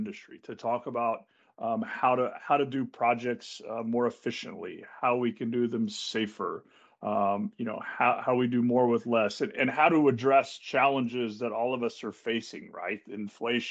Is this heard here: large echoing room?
no